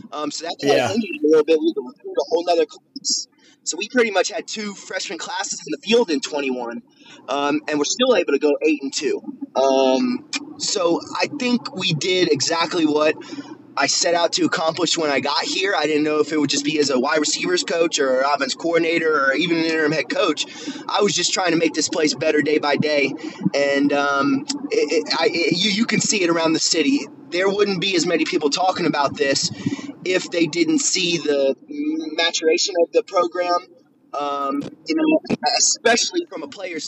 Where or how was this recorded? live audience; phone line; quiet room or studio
phone line